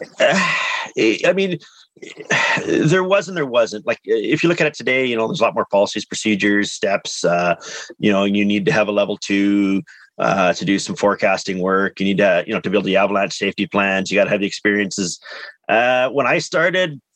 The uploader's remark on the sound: On a Zoom call.